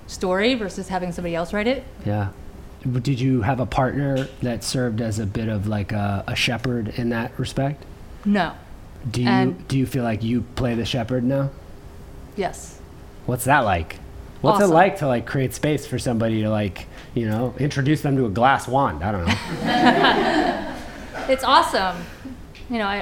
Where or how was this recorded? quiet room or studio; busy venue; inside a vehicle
busy venue